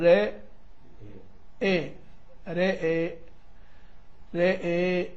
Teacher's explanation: نقرب هذه الفتحة من الكسر · Term: الإمالة